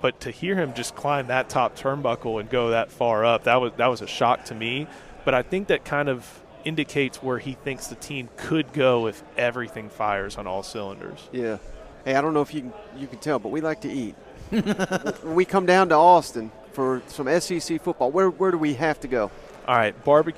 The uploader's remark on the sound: at 2023 SEC Media Days live from Nashville Tennessee